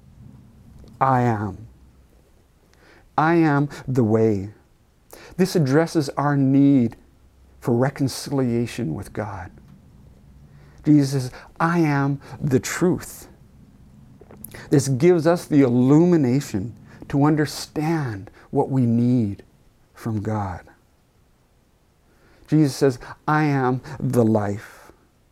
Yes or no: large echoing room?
yes